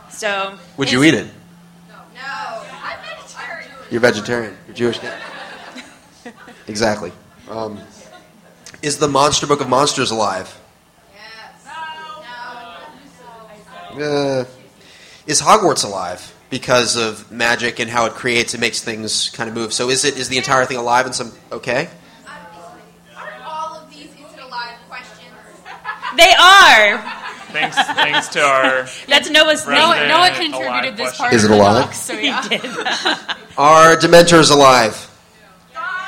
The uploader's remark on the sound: We are LIVE at MISTI-Con!